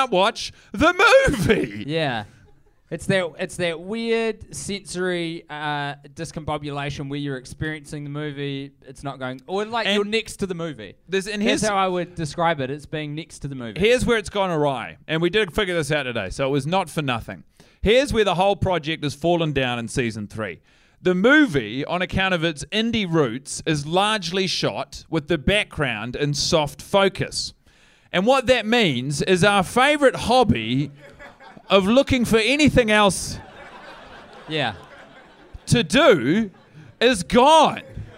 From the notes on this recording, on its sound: Live in SYDNEY, AUSTRALIA! In front of a sold out crowd.